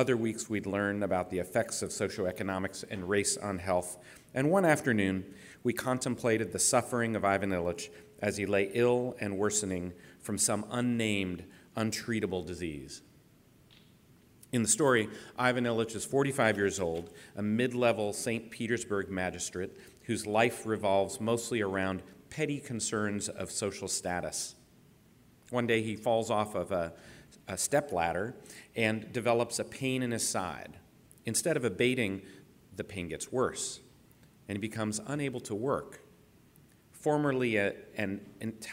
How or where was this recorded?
live audience